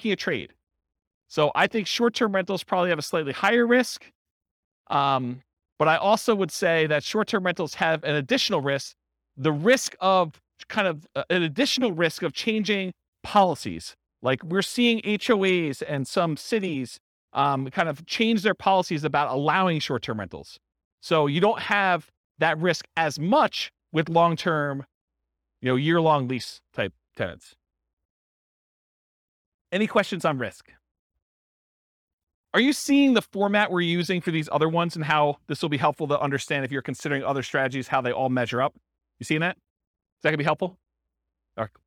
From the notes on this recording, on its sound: This was a live class recorded.